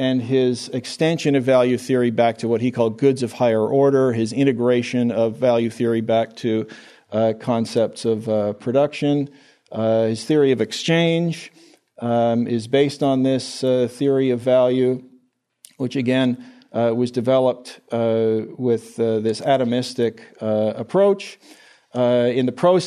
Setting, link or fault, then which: setting, live audience